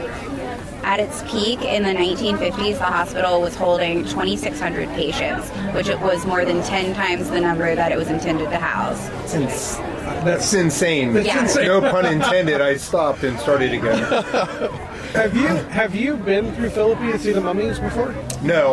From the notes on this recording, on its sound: Live At Bridgeport Farmers Market. We come to you recording live from the Bridgeport Farmers Market in West Virginia.